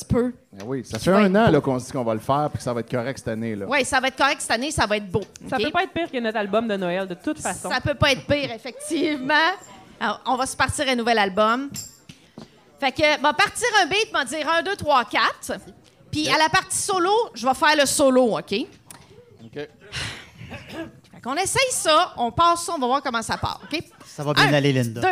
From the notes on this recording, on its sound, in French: Live au O Patro Vys. Cet épisode spécial enregistré au chic O Patro Vys!